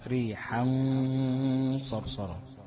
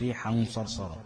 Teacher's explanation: غنه حركتين تكون غنه مفخمه · Shown in: first take · ريحا صرصرا ما تتخطفش، مش ريحا صرصرا، لا لازم حركتين.